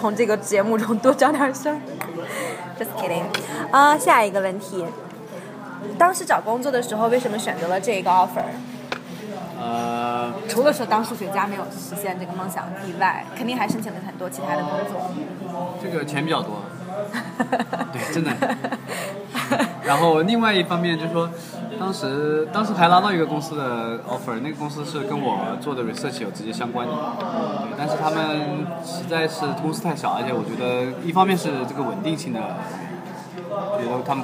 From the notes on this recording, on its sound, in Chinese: 本期节目音质不太理想。在纽约的某个小酒吧里边吃边聊的。